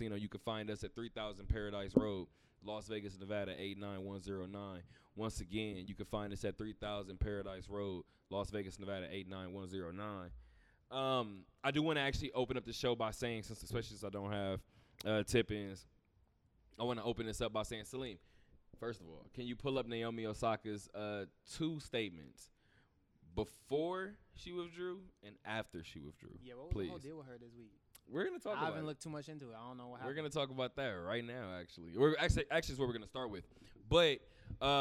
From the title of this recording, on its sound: Talk that Talk Radio Show Live from Westgate